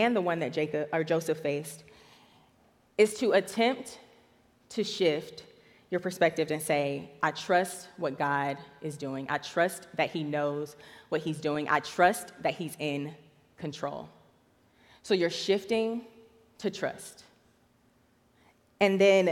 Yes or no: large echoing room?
yes